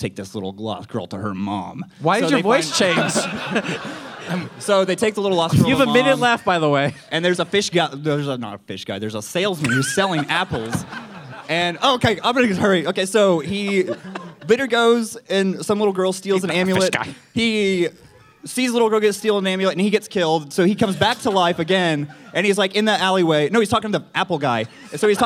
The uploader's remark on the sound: RTX Austin 2016. Live Panel at RTX 2016.